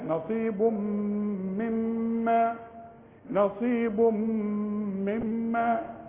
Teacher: تنوينه بعد ميم ادغم ادغام كامل بغنة